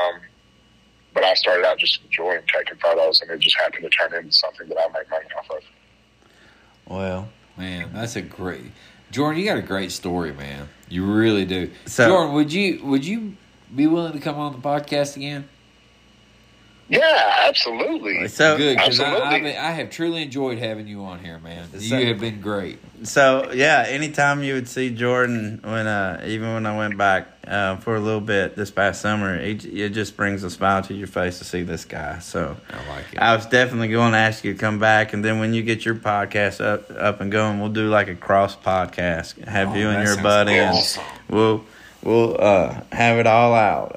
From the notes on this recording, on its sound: A call to mom